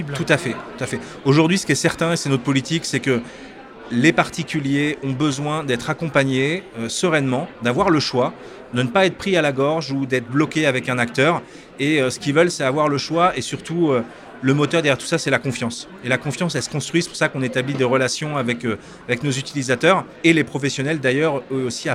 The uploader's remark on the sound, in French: Cette interview a été enregistrée en live d'Immo, le Congrès immobilier FNAIM.